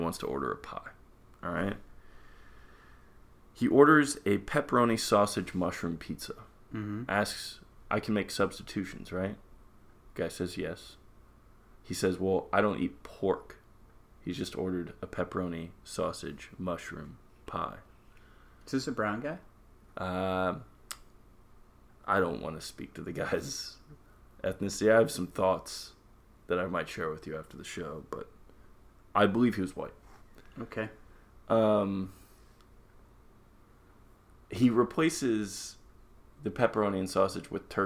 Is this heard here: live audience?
no